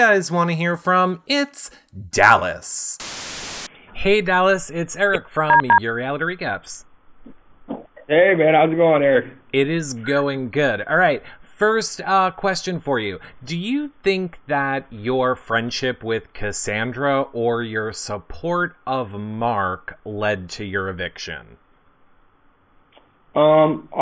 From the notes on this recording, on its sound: This is our phone interview